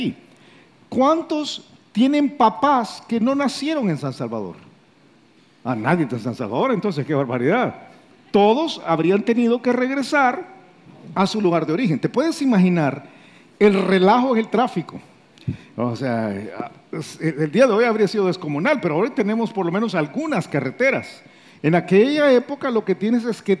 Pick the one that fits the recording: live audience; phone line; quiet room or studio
live audience